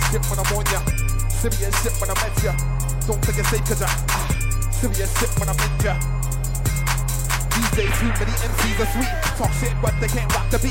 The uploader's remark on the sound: This one is from in Washington DC at a party called Amalgamation